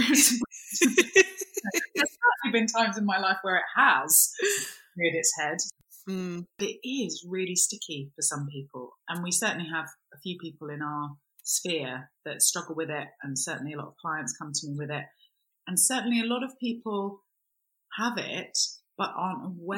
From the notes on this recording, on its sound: We've had some technical issues with the sound in this episode so apologies if it's not up to usual scratch, we've done our best and subsequently changed the whole studio set up so hoping it's now resolved for future recordings.